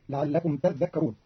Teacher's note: قرأ قالون كلمة تذكرون بتشديد الذال، فتصير لعلكم تذكرون، وأصلها تتذكرون فأدغم التاء الثانية في الذال فصارت تذكرون.